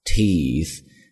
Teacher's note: 最后的 th 是一个清辅音咬舌头